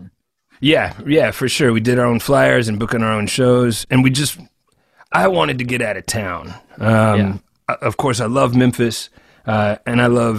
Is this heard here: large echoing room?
no